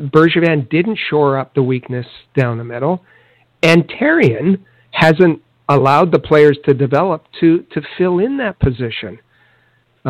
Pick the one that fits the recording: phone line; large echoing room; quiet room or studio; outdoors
phone line